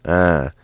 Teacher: you're going to let the air come out your nose, so you're going to make a nasal ah sound